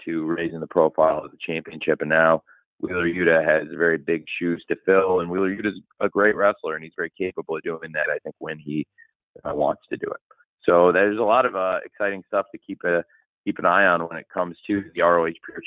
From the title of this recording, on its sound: Media Conference Call